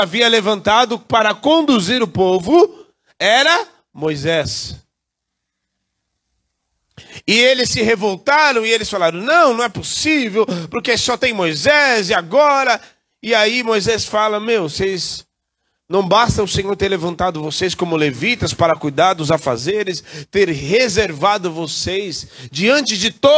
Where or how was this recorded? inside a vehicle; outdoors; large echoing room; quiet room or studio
large echoing room